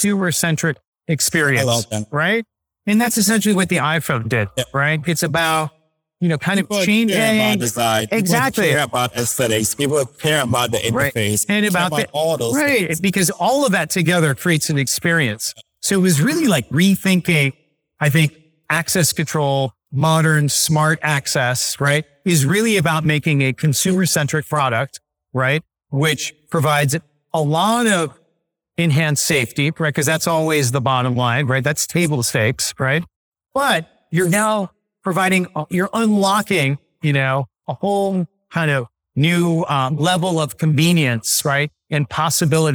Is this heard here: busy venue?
yes